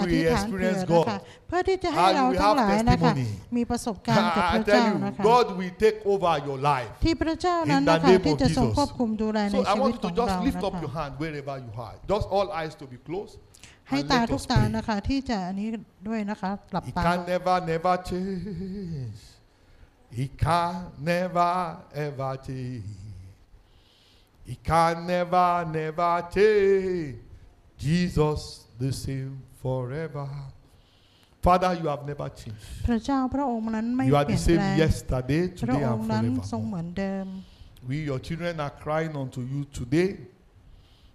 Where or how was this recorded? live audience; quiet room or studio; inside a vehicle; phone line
live audience